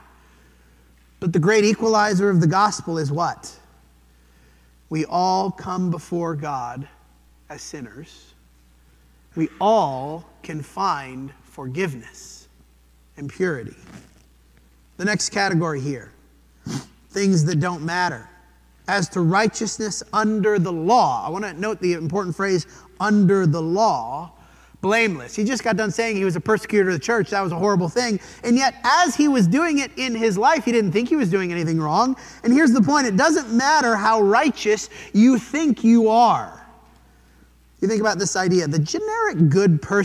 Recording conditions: large echoing room